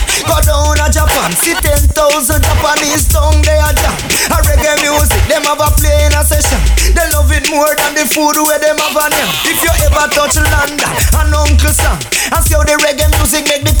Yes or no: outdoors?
no